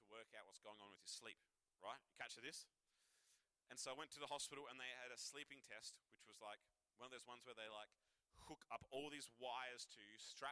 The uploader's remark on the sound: Recorded live at One Youth (One Heart Church, Port Lincoln) on the 2nd of July, 2023.